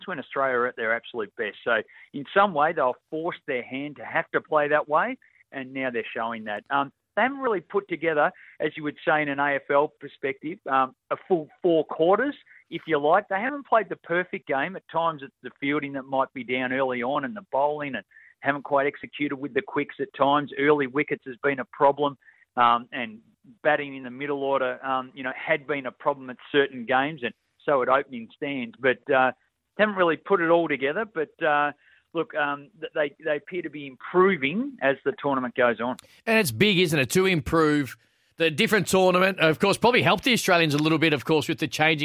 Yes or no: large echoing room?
no